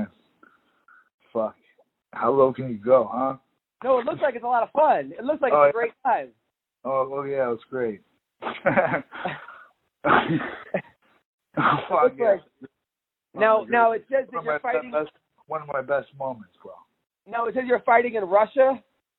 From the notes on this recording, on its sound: conducts a conference call between two MMA Legends